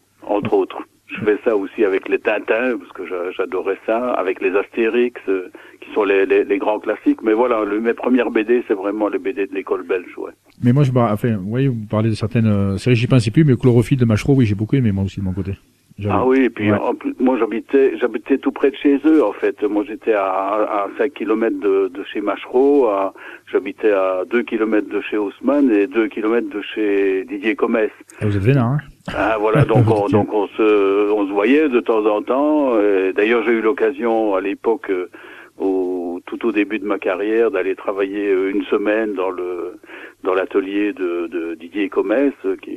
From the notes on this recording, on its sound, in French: reçoit par téléphone